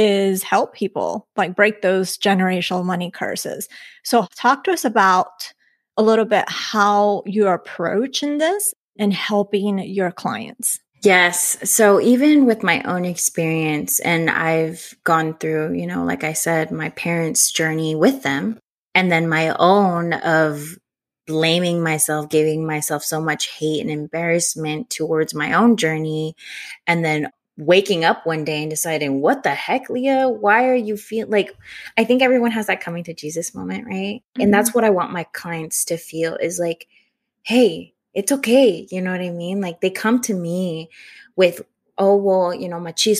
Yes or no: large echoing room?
no